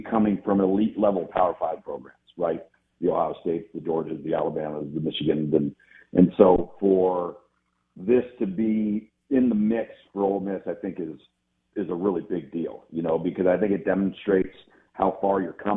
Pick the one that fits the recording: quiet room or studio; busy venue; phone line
phone line